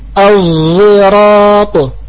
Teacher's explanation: المهم أن هذا الحرف الفرعي يتألف من حرفين، وإن أننا نشم هذه الصاد حرف الزاي كأننا ندخل الزاي على الصاد، لكن تبقى صفة الاستعلاء والإطباق لأن الصاد حرف قوي، فصفات القوة تبقى فيه وتقوى صفة وتقوى صفة الصفير، لأن الصاد فيها صفة الصفير والزاي فيها صفة الصفير.